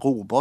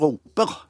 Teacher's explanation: Og da snakker vi om østlandisering, for da er selve endelsesvokalen ikke lenger å, men sånn slapp e som på Østland · Shown in: second take